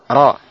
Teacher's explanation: Istilahan irti'ad ra'sil lisan inda nutq bil harf. Bergetarnya ujung lisan ketika pengucapan huruf. · Term: at-takrir